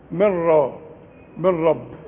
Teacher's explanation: فتشبك لي الميم مع الراء وما تزنش وما تغنش ابدا. العلماء بيقولوا ادغام كامل بدون غنة، نقول من راء من رب خلاص، مش هنا بس، في المصحف كله.